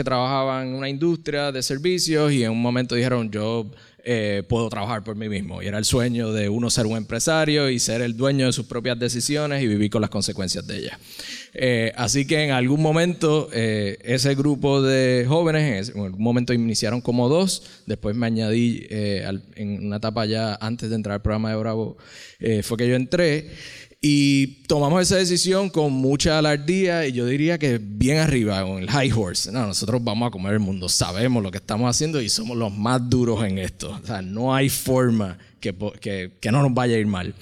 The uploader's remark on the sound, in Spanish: ¡En vivo desde el Boricua Emprende Fest!